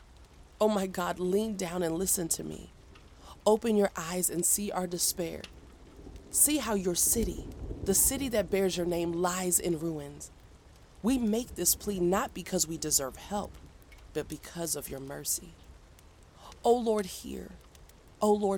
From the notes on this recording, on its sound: Enjoy the soothing sounds of a crackling fireplace and a quiet thunderstorm as a backdrop to the reading. Fall asleep to a dramatized reading of the Bible, including music, nature sounds, and sound effects.